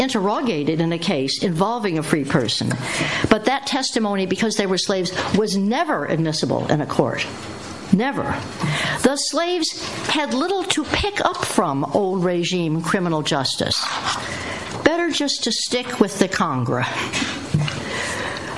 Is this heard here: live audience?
yes